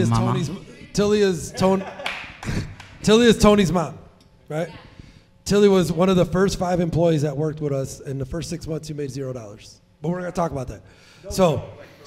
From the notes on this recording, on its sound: Recorded live at Rozalado HQ in Chicago. Speak to an audience of Cleaning Business Entrepreneurs.